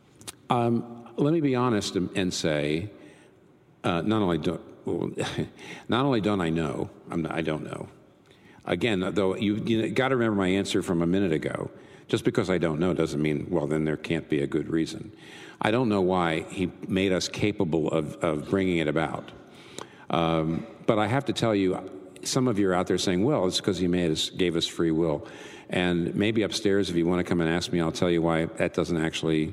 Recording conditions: live audience